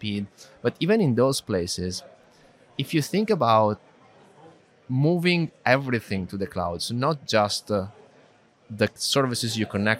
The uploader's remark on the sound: In this special episode recorded live from the MongoDB .local London Conference.